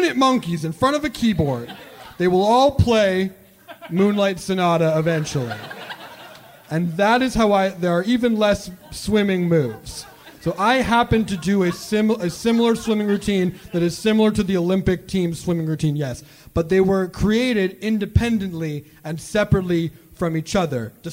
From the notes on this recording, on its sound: Live from Seattle